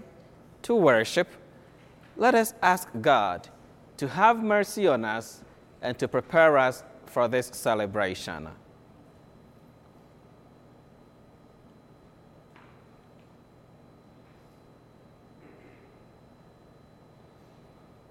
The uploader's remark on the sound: School Mass